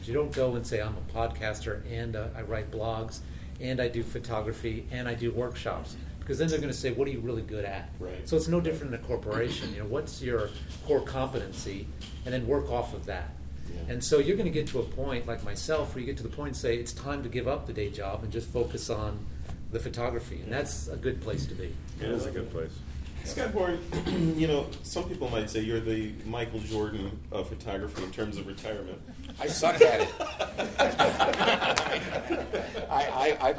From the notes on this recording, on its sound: Recorded live at the Out of Chicago Conference.